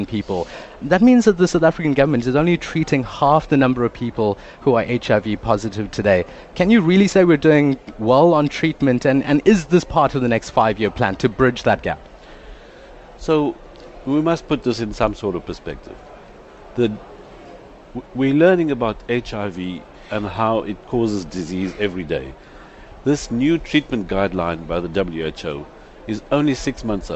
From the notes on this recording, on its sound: at the 21st International Aids conffrence